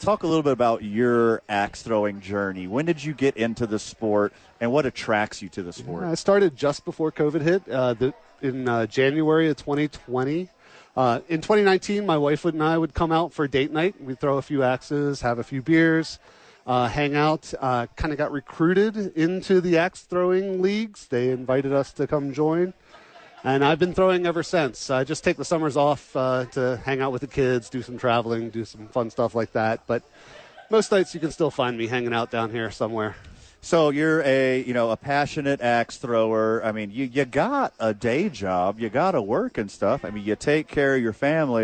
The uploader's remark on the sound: live from ABQ AXE